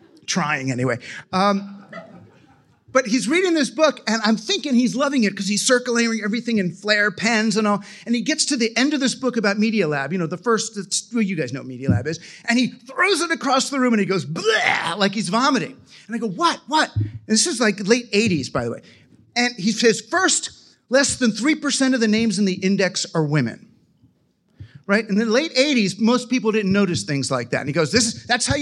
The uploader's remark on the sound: Live from All Tech is Human's Responsible Tech Mixer. At Betaworks in New York City.